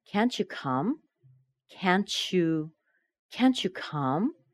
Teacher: I connected the T on can't with the Y in you, and the new sound is ch